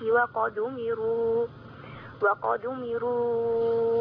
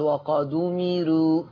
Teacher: لو ننزل بالراء شوية نرققها يبقى أفضل · Shown in: second take